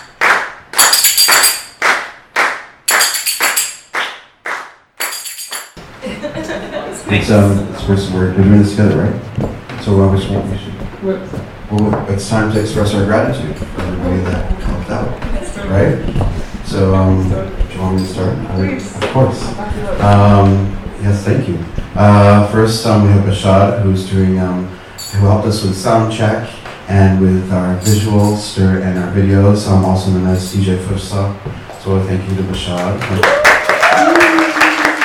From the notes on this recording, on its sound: This recording is from the sixth salon; artists who consented to being recorded are included on this. The episode consists of clips of what the artists brought to this open mic, as well as a few conversations with people during the intermission.